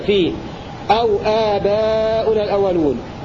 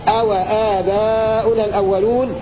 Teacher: قرأ ابن عامر وقالون بسكون الواو · Shown in: first take · هكذا في أو آباؤنا الأولون في سورتي الصفات والواقعة على أنها أو العاطفة.